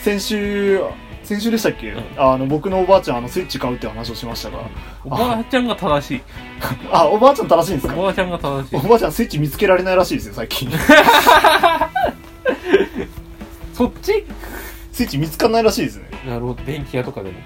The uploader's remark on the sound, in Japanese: 録音機材：iPhone7。編集ソフト：AdobeAuditio2020。